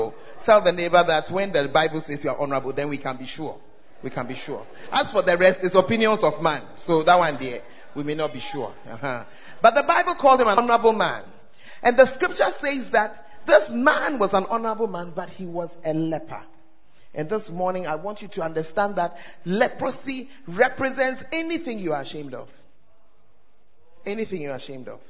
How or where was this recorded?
large echoing room